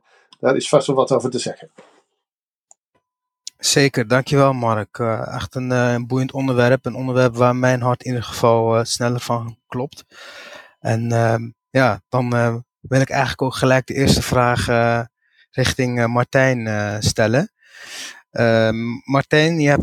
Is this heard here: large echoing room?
no